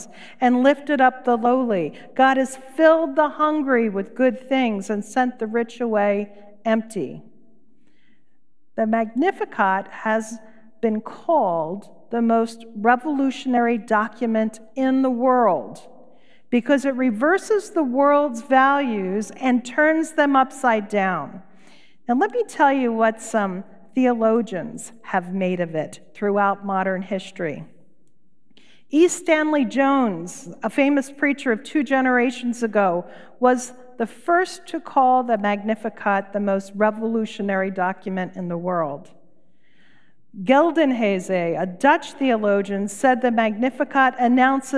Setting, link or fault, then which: setting, large echoing room